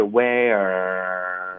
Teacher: Where 舌头卷了，持续这个然后我们撅着嘴，然后再放松一切，所以是先卷舌，卷舌是 where。所以大家练这个动作，我希望你们可以跟我一起，就是好好练，这是我们今天的发音重点。因为一般学生就只动舌头，whereit，whereit，这一个 where，这个 r 的连读是完全只是靠舌头稍微动了一下，然后这么说呢，就属于非常不清楚，容易导致就